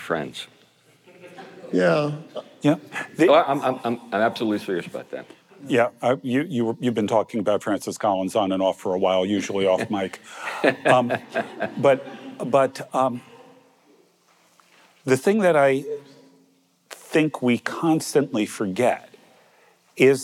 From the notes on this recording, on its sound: the Pugcast is live at Evangelical Reformed Church in Tacoma, Washington